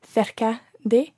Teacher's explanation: Yeah, last week we learned how to say near to, cerca de, and I was wondering why the first C is pronounced th, but the second C is pronounced k